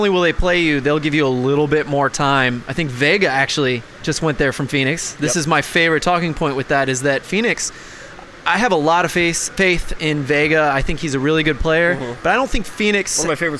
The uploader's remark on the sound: joins the show in Baltimore from the United Soccer Coaches Conference